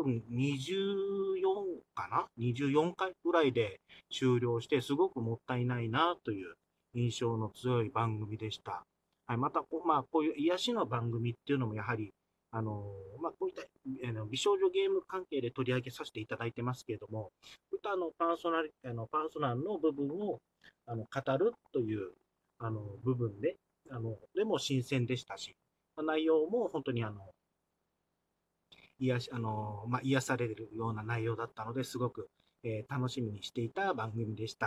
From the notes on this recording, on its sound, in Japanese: スマホ、車中収録のため音質が悪いです。